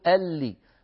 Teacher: فندغم نسكن اللام الأولى وندغم اللام في اللام، فيصير النطق بلام واحدة مشددة · Term: الإدغام